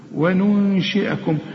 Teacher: النون اللي ما تستعملش فيها لسانك لأنها بعدها شين مش بعدها نون